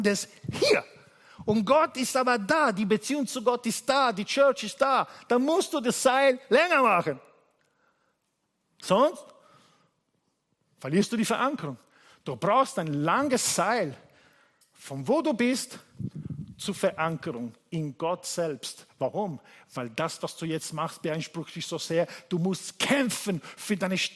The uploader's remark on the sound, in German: Gottesdienst live aus der LIFE Church Wien.